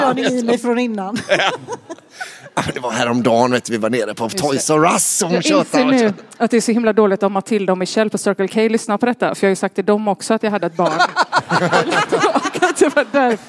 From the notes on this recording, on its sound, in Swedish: Live på Draken.